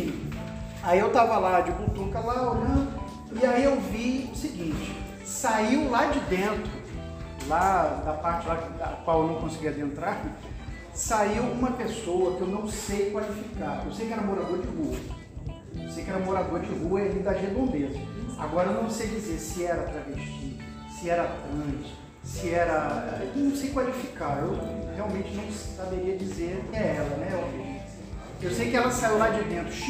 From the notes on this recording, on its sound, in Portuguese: Foi gravado na sala de aula, no desenvolvimento de um tópico didático-pedagógico do módulo de Diversidade Étnica e Cultural na Medicina. Um dos grupos da turma 113 medicina/UFPB problematizou o tema proposto.